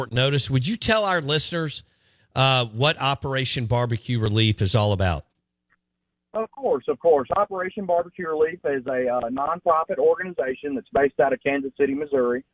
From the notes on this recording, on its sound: on the Farm Bureau guest line live from the Mississippi Delta